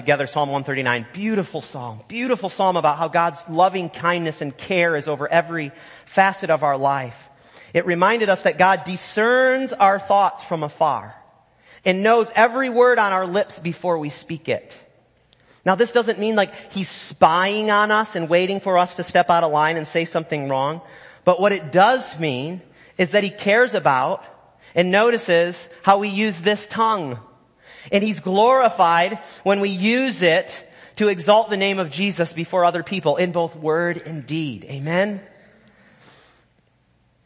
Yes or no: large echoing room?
yes